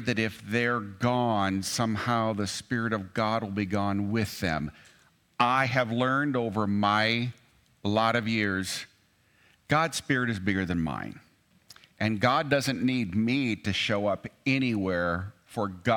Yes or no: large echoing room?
yes